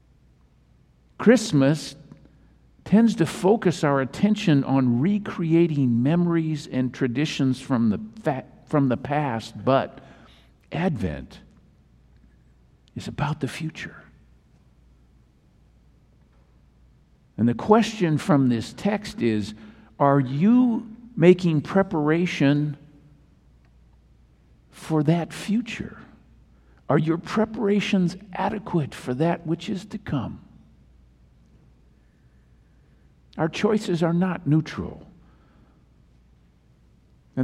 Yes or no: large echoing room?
yes